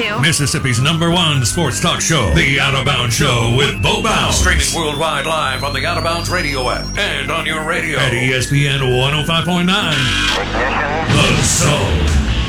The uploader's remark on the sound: Live in the BankPlus Studio. Joins the show on the Farm Bureau guest line.